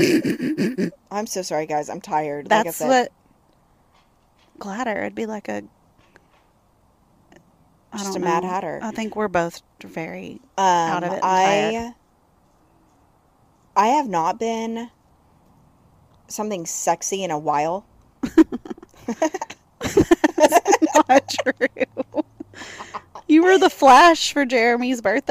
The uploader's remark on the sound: Record on the patio.